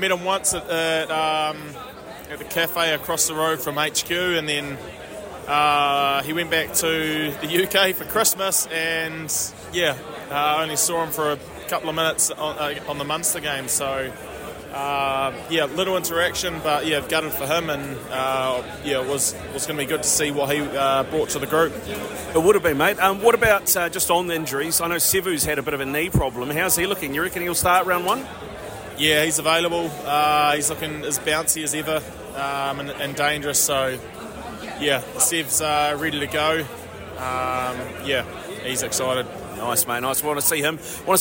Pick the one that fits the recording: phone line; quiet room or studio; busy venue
busy venue